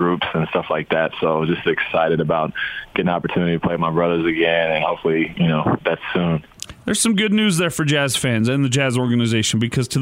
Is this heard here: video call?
no